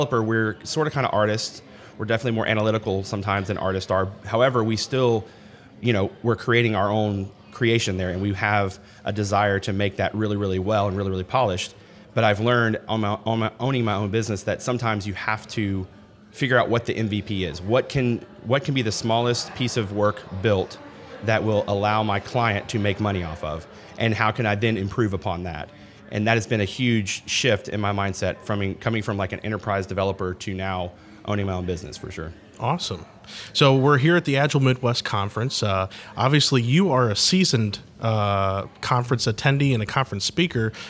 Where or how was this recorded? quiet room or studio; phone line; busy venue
busy venue